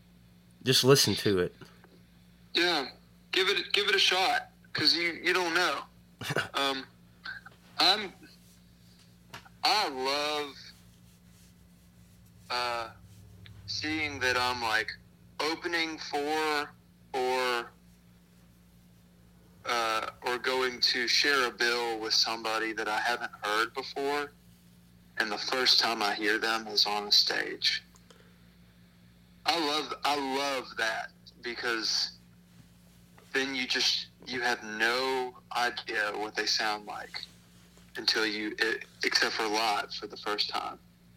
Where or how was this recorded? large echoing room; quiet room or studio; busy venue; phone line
phone line